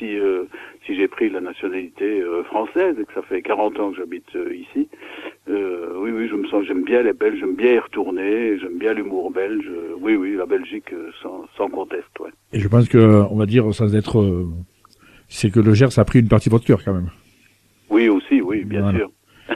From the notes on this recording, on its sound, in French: reçoit par téléphone